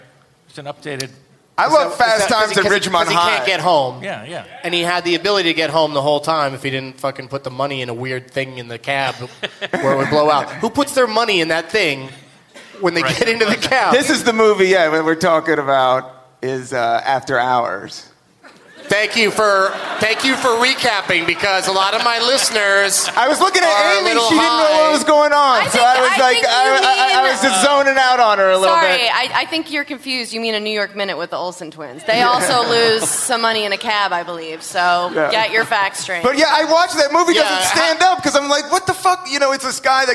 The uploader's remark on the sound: Recorded live at the Gramercy Theatre in New York City.